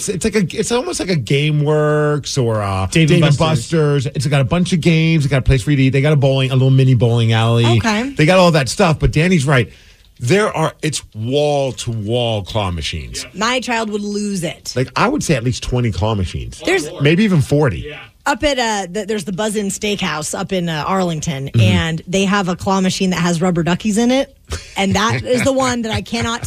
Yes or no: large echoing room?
no